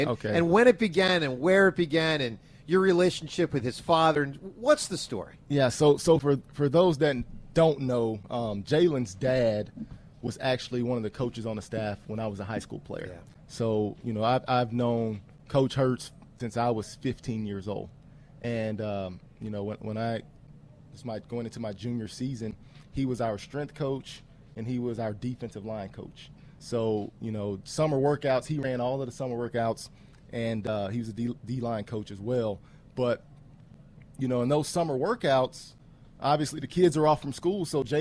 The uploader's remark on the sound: joins the morning show live from training camp